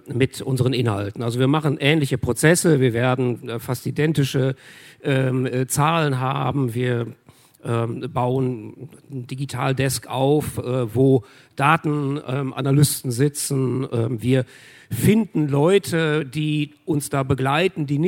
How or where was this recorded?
busy venue